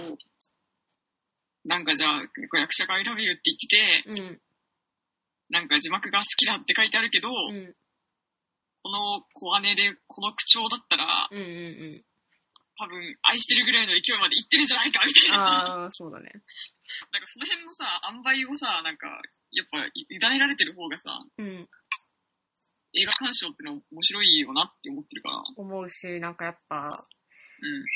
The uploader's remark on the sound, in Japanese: 今回輪をかけて聞き取りづらいです、スカイプ収録のため。僕の声量の問題かも！